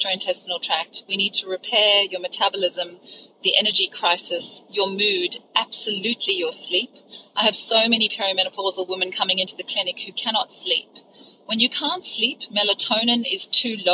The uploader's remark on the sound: This episode was recorded in the spur of the moment, as I'm driving home from dropping my son to his cricket match.